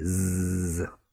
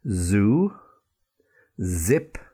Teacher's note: But there is a difference in that the S sound is without the voice or voiceless, and the Z sound is voiced, and it sounds like the noise of a bee